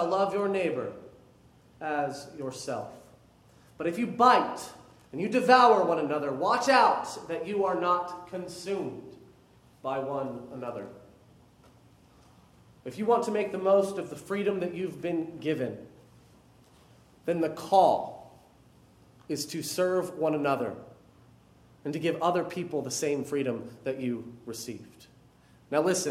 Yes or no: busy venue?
no